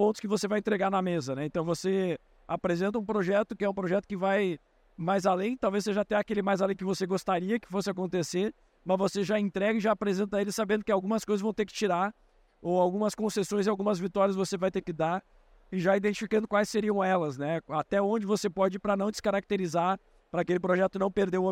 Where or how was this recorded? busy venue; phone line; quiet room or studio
busy venue